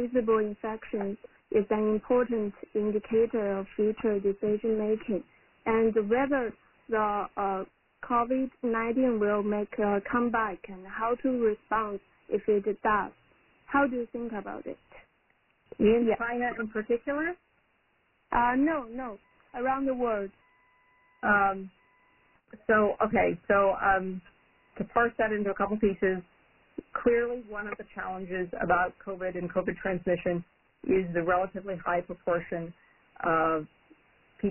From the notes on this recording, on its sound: Coronavirus (COVID-19) Press Conference. This call was recorded at 11:30 am Eastern Time on Thursday, March 26.